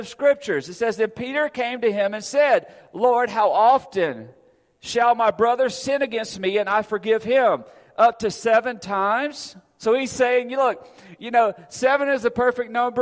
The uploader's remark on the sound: Recorded Sunday, November 6, 2022 at Friendship Baptist Church.